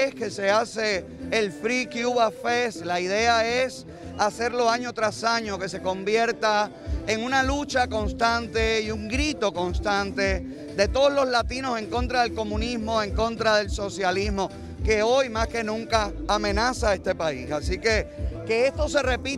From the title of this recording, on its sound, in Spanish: Entrevistas en el Free Cuba Fest 2020